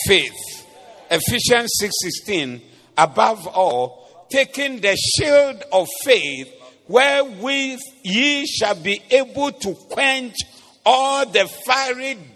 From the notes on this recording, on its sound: Preached at the Doxa Service